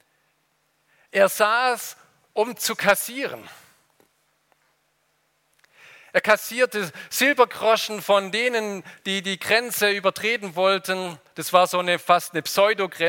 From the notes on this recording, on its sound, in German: aus dem Konfirmations-Gottesdienst der Liebenzeller Mission